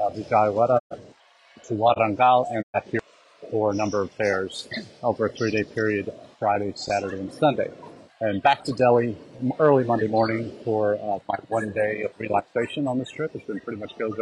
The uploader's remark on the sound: Our #intled #livechat comes to you from the #IC3 conference in Hyderabad, India.